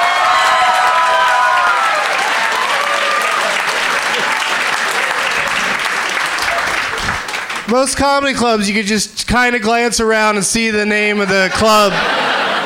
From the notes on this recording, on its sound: Live from Helium Comedy Club in Philadelphia